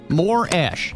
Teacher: the stress, though, is on the first syllable, more. It is not on the last syllable, ash.